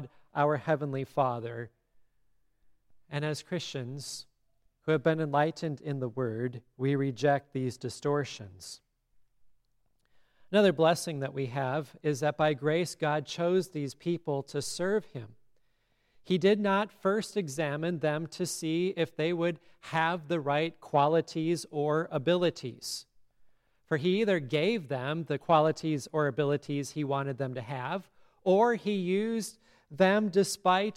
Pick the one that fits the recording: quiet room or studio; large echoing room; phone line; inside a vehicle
large echoing room